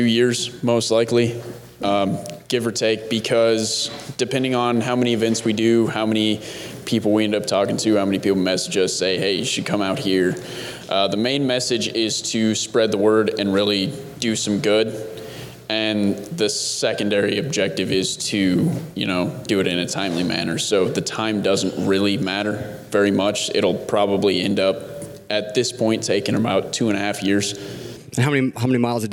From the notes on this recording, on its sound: Listen to the stories and voices of local veterans recorded live October 2, 2016 at the Sha-nini George Foundation in Mercer, Pennsylvania.